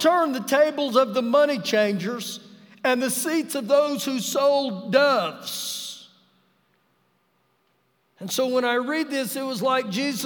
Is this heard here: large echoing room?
yes